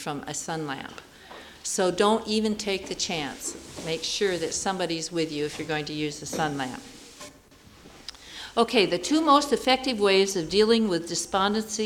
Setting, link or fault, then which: setting, live audience